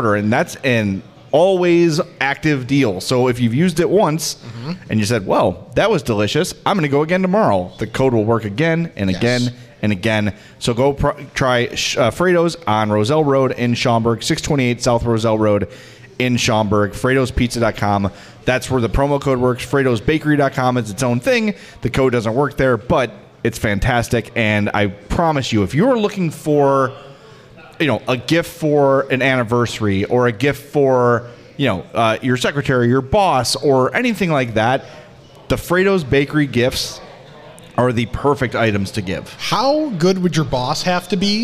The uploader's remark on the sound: Live from Uncle Bud's